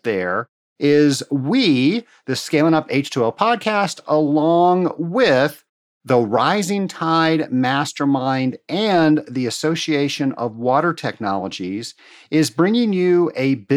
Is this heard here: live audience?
no